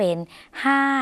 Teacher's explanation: คำว่าร้านในภาษาไทยภาษาลาวออกเสียงเป็นห้านนะคะ